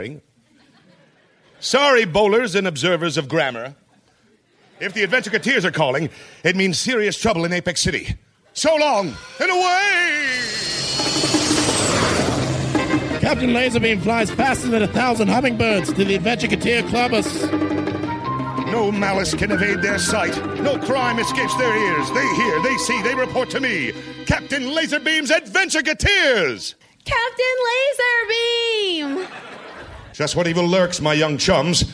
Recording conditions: live audience